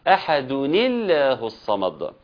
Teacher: بالكسر، مثل قل هو الله أحدني، حين الوصل هنكسر التنوين · Term: التقاء ساكنين